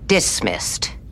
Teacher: She really like puts all the mustard on that first syllable.